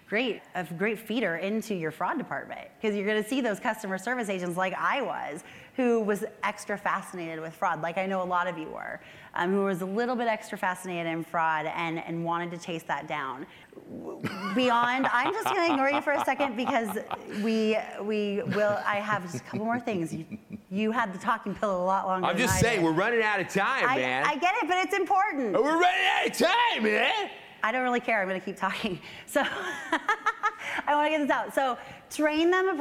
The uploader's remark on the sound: LIVE from CNP Expo 2019! A live recording in front of hundreds of online fraud professionals. We hear from two unassuming audience members.